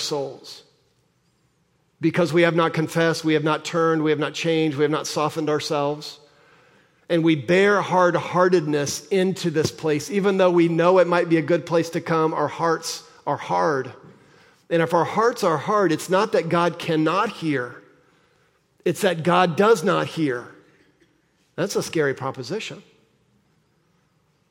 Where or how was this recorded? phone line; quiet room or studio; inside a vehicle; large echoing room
large echoing room